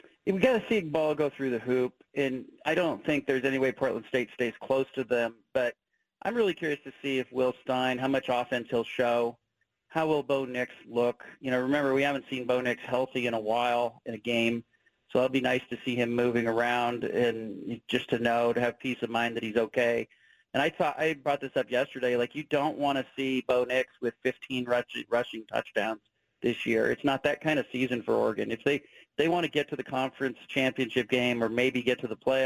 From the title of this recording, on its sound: Call-In from Salt Lake City